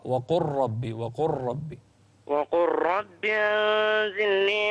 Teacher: أدغم اللام في الراء